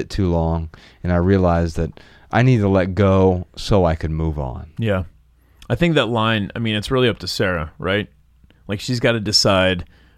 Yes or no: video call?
no